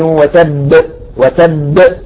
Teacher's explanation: قلقلة صغرى كبرى أكبر ما يمكن إذا جاءت مشددة في آخر الكلمة